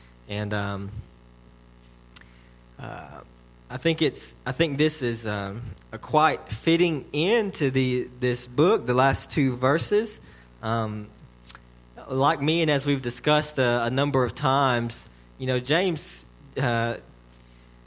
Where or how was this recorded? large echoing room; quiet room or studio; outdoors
large echoing room